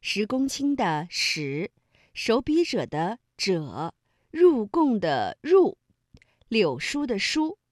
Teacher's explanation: 那么以上读音呢，都是翘舌音